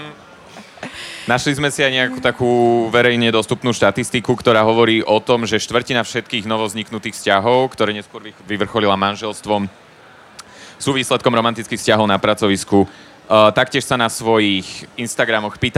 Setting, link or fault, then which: setting, busy venue